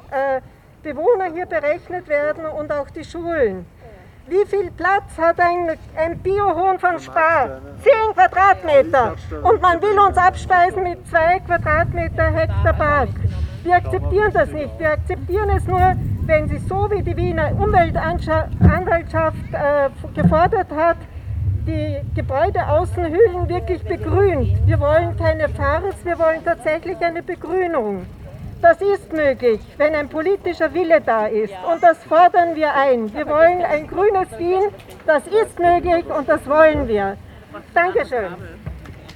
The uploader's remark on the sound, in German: Gehzeug-Demo. Ungeschnittene, unbearbeitete Aufnahme der Reden auf der Demonstration für eine Verkehrswende. Juni 2021 in Wien.